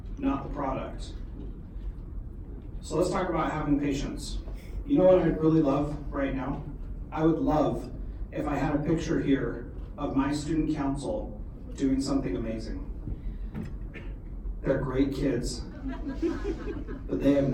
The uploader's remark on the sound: This is a keynote that I presented for the Alaska Society for Technology in Education Conference in February.